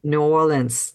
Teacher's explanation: But the stress there is on the or part, isn't it?